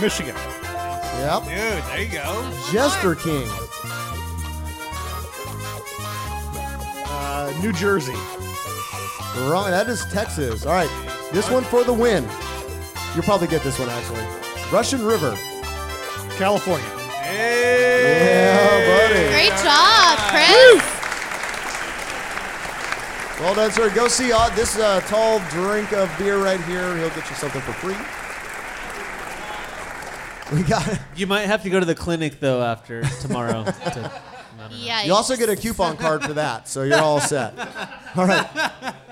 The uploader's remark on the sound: Live from 8one8 Brewing Company in California’s world famous “the Valley.” Succeed in stumping some of the patrons of 8one8 on their knowledge of famous breweries and beer.